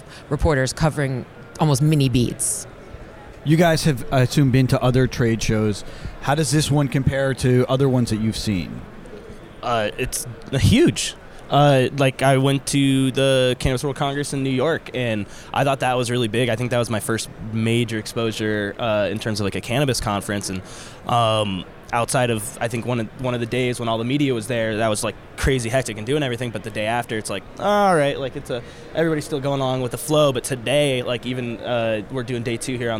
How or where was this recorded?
busy venue